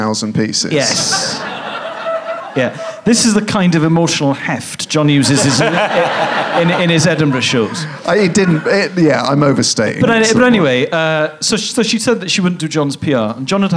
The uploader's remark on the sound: Leicester Square Theatre Podcast